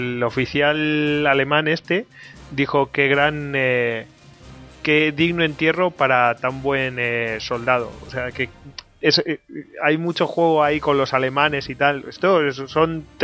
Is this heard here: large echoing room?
no